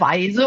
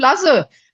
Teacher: das weiche S von weisen und das scharfe S von lassen · Term: zwei S